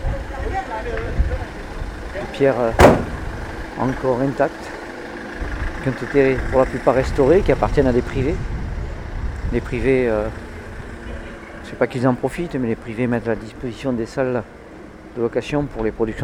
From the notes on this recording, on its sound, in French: Avignon au festival Off. Une balade dans la ville durant le festival.